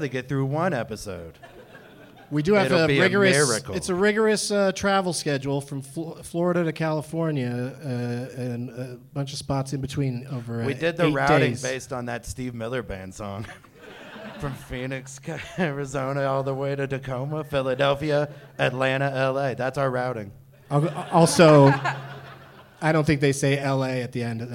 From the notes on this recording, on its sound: Live from Wiseguys Comedy Club in Salt Lake City